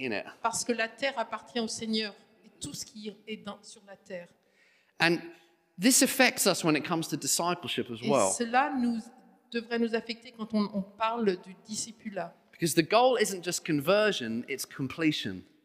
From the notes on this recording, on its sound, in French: Enregistré à l'église CVV